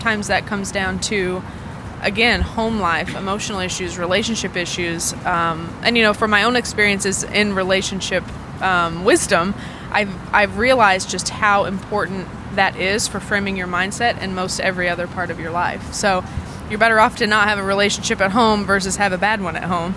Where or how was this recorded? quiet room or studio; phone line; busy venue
busy venue